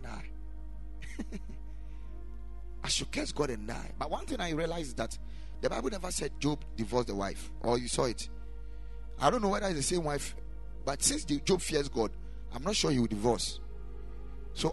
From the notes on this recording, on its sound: Preached at Ekklesia Chapel.